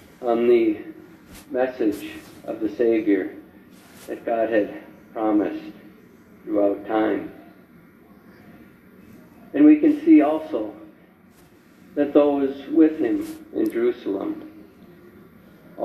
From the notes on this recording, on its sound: Rockford Leastdian Lutheran Church Recording 2021.